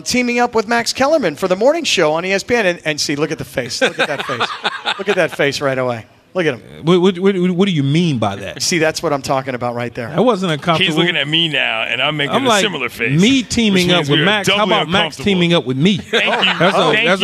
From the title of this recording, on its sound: Live from Hollywood Park Casino!